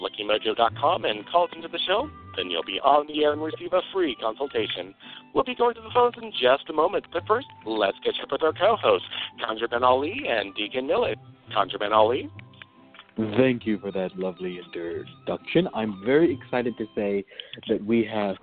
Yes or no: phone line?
yes